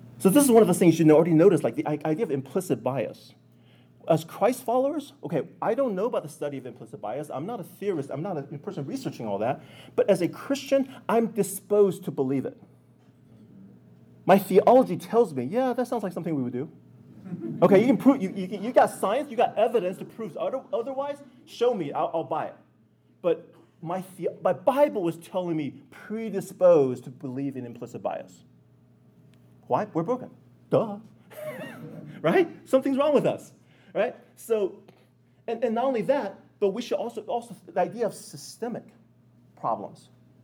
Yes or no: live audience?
yes